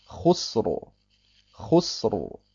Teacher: Aber das Cha vorher hat eine Dhamma. Chusro. Also wird das Ra dunkel ausgesprochen.